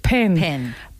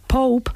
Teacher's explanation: además de cerrar los labios, ellos hacen una pequeña explosión de aire. Esa es una diferencia en la pronunciación de la P entre los anglohablantes y los hispanohablantes.